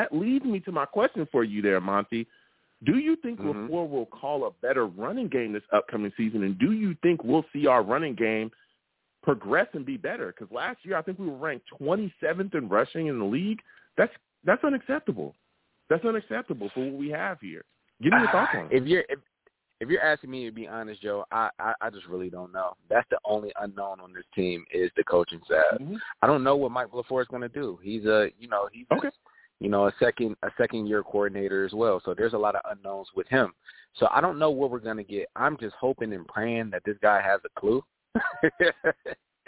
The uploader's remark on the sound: I also take live callers!